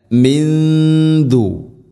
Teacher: സാക്കിനാ നൂന് ശേഷം ദാൽ ഇഖ്ഫാ ബിഗുന്ന, നൂനിനെ അവ്യക്തമാക്കി മണിക്കണം.